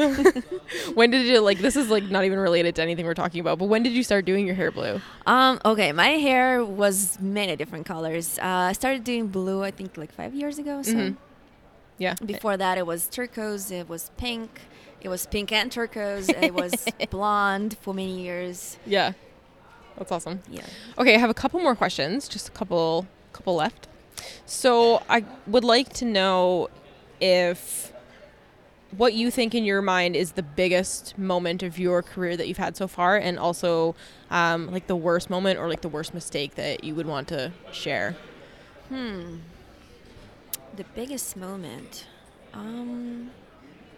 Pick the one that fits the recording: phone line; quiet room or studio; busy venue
busy venue